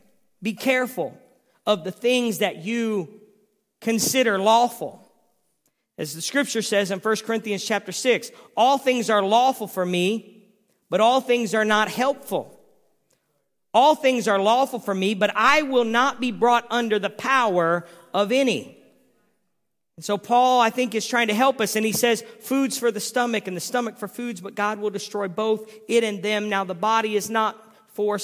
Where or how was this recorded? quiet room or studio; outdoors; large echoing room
large echoing room